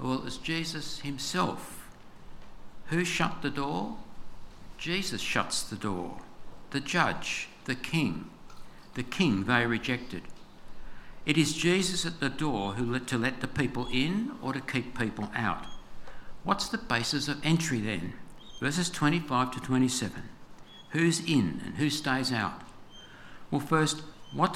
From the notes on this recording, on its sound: This sermon was preached on 25/02/24 at all services of Helensburgh and Stanwell Park Anglican Church.